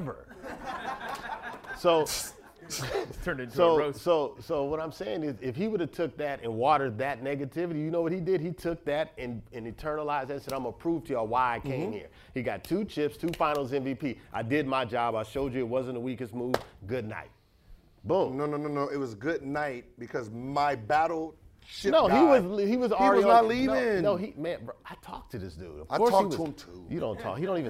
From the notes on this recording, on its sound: On this episode, we come to you from Complexcon. We had an invite to do a show in front of the Long Beach audience at the event.